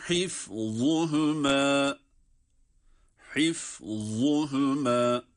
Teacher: hifzuhuma za kalın ve peltek